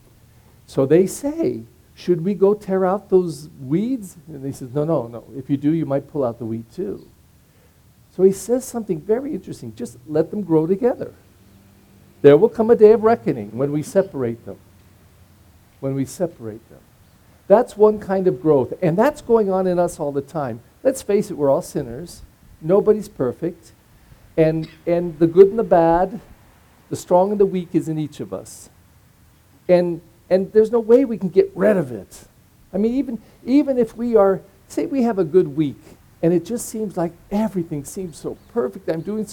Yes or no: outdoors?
yes